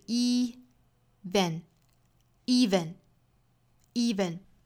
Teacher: Rain will turn into snow.首先我们来做英音的语音讲解。那我们来看第一个单词，这个 even，我们注意第一个音节应该是紧音的